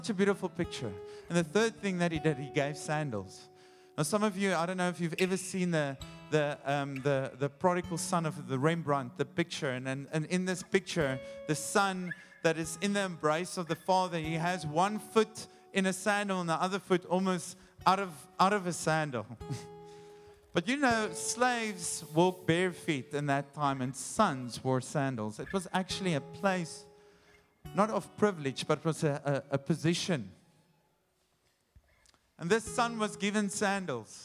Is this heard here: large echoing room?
yes